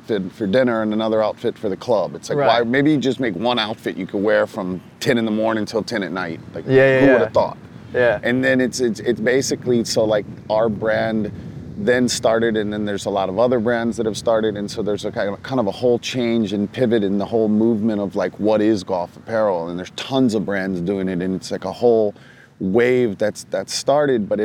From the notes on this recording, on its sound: Coming to you live from The 100 Hole Hike brought to you by TaylorMade at The Hay in Pebble Beach. Produced by DBPodcasts.